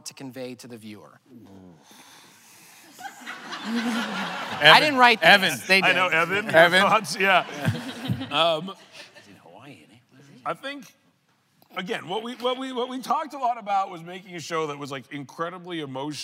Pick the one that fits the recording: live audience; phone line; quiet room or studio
live audience